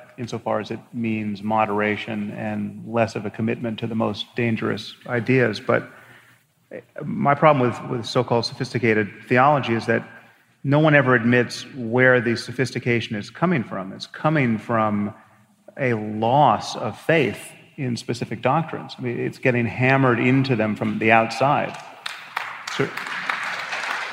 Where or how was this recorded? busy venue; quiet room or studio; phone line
busy venue